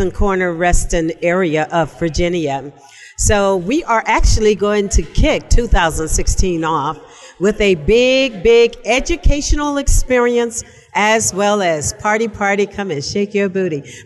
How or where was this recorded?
busy venue